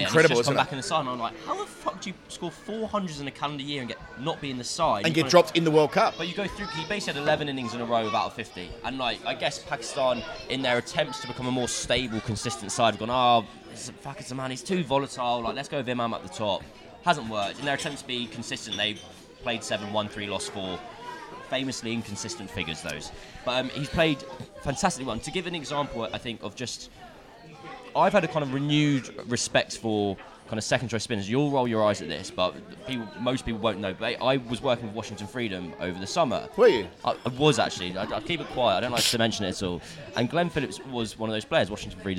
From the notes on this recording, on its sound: Recorded at his local pub in North London before they head to the football.